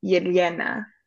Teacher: When you say the L sound, you like knock the back of your front teeth with your tongue.